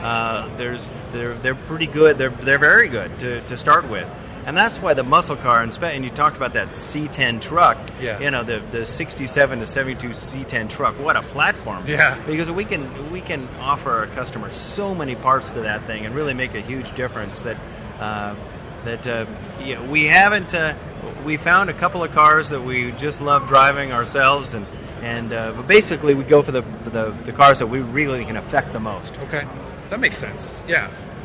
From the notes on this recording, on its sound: We're live from the SEMA show floor